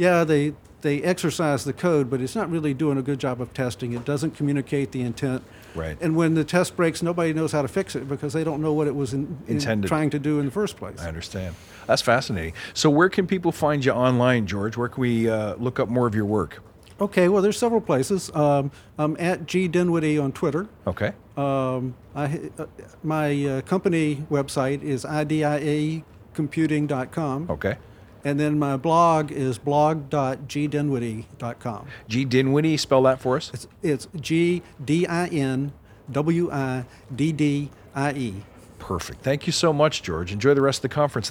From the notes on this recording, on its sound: Badass Ideas – Talks from the Agile and Beyond Speaker’s Lounge. We decided to record some cool conversations and thoughts from my colleagues.